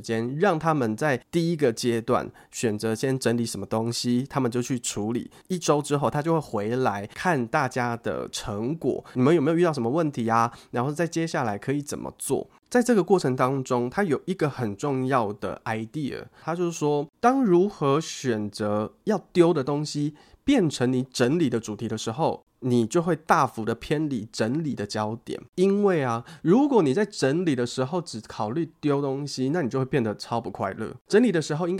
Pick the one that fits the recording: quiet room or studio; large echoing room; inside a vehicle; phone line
quiet room or studio